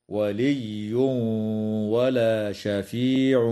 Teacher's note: ويدغم التنوين في الواو مع الغنة